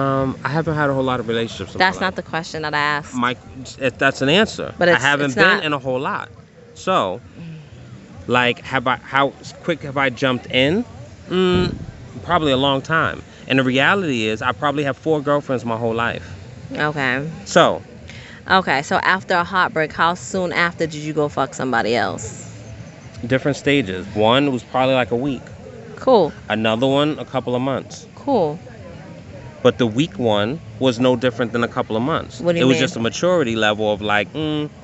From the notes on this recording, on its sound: on location poolside in Punta Cana